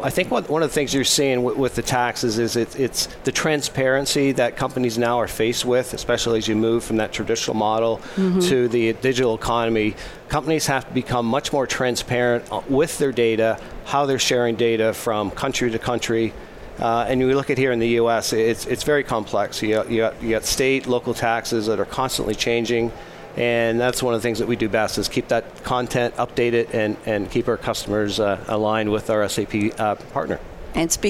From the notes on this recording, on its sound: Live from Sap Sapphire Now 2017